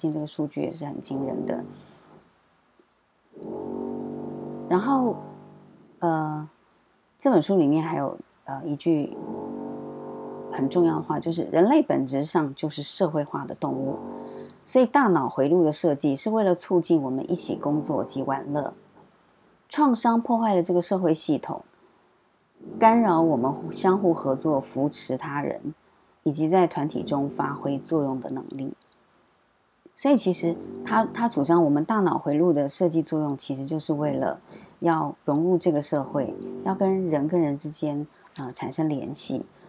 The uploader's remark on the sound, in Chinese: 本週背景白噪音：樓上施工打地板，請多包涵。